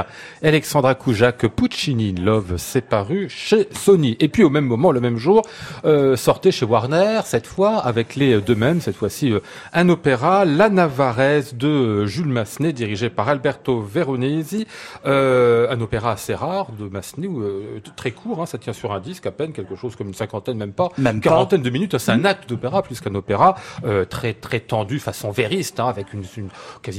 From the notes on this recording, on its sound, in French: En direct et en public depuis l'Hôtel Bedford